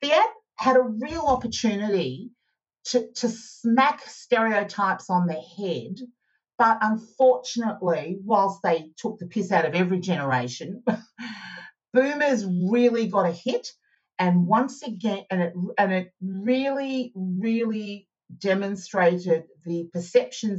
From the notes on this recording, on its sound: Recorded on RiversideFM and edited, mixed and managed by JML Audio.